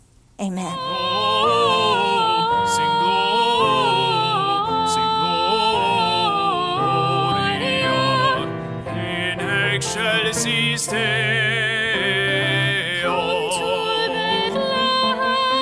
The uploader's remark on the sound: this week's sermon from our traditional worship service